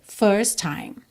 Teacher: first time, um T só, certo? First, termina em T, time, começa em T, first time.